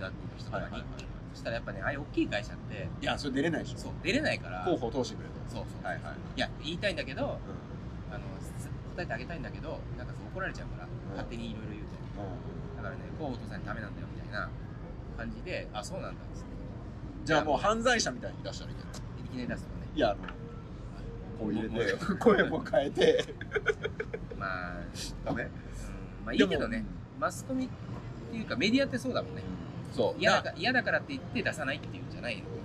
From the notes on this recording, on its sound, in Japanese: WordCamp Asia 2023の現場 Icon Siam で。WordPressの祭典WordCampがAsiaでおこなわれました。その現場からPodcastを収録。